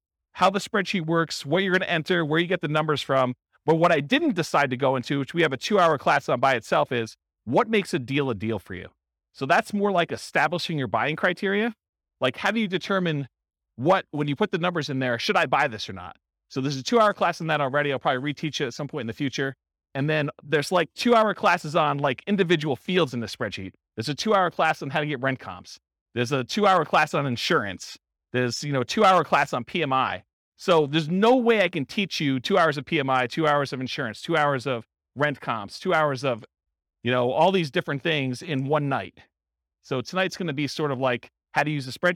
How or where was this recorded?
live audience